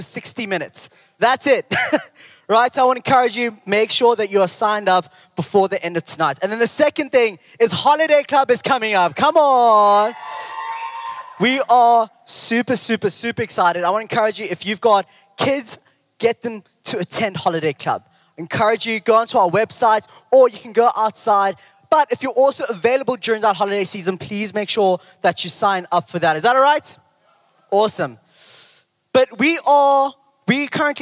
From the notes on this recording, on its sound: Recorded live on Sunday 11th June the 2023.